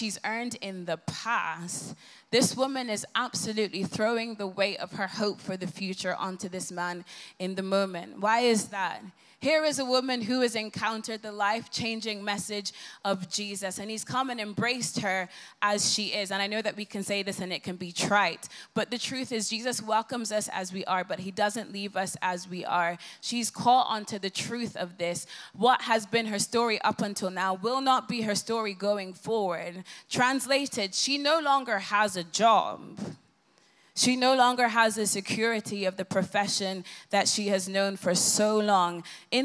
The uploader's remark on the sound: Recorded live at the Vineyard Worship Gathering ‘Come Holy Spirit’.